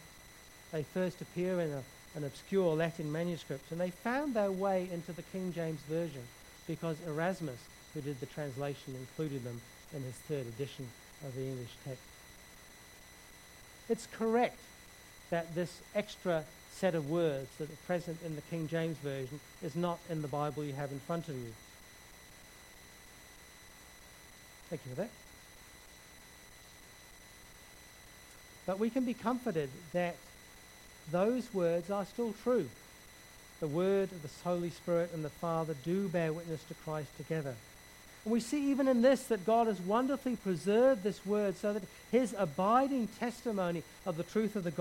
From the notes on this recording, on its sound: background hiss throughout recording